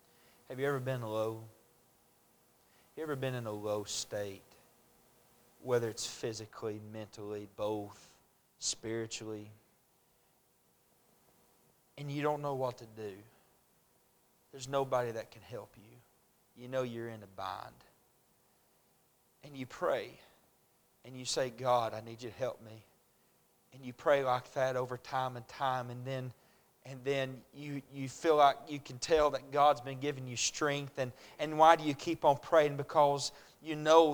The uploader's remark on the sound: A message preached at Crossroads Baptist Church